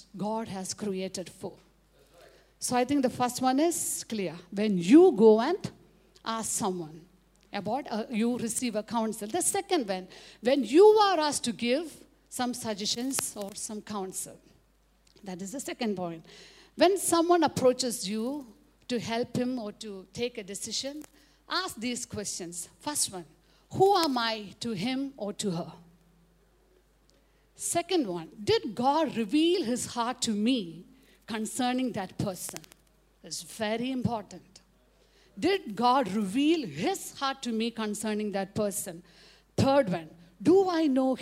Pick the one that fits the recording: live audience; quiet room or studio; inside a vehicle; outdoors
live audience